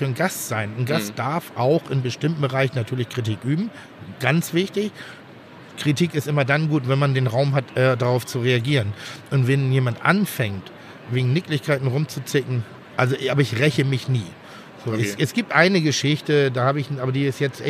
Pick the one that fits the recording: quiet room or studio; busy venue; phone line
busy venue